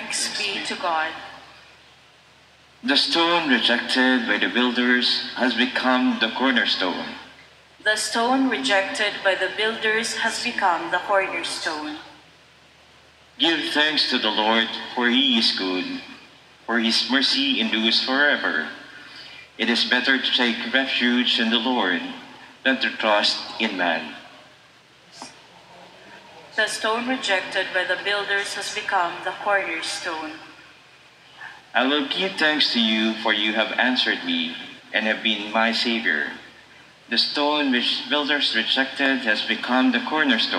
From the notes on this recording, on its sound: a recorded audio of National Shrine of the Sacred Heart's mass